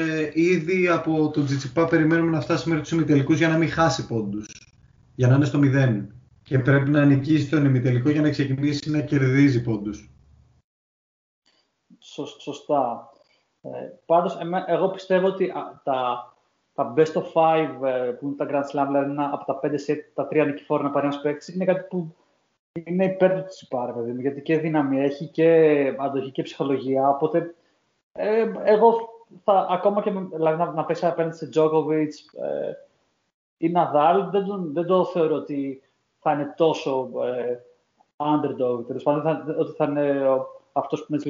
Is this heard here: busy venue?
no